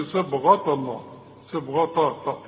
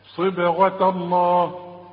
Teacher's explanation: لا، اذا وقفت هتتحول الى هي صبغة، انما عند الوصل رقق للتاء لانها جنب لفظ الجلالة المفخم · Shown in: second take · فما تقولش صبغة الله، صبغة طا طا، لا صبغة الله.